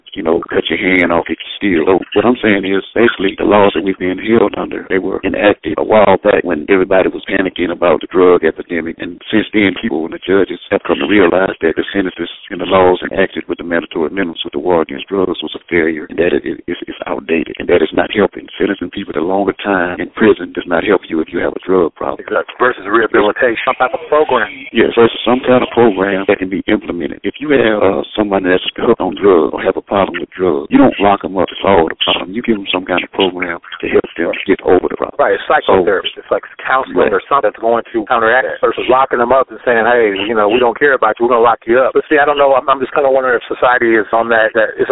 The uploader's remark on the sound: The Federal Prisoner had a hand held cell phone which isn't permitted on the premises but while being heavily guarded managed to call into my live radio podcast to share his story.